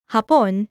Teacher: when you stress the second vowel, like in hapon, where the accent is on the O, it means Japanese.